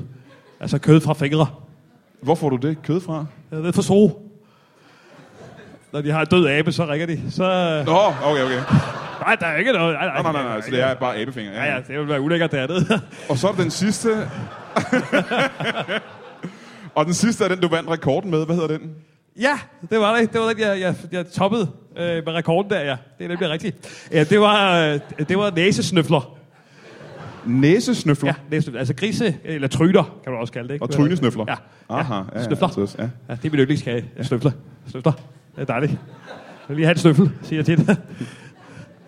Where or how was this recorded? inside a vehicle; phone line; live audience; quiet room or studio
live audience